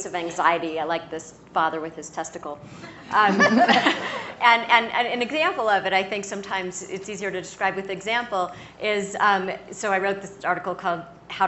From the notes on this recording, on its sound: from the Aspen Ideas Festival